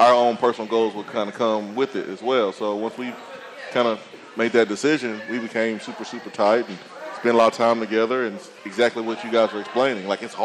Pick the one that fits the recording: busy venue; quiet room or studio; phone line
busy venue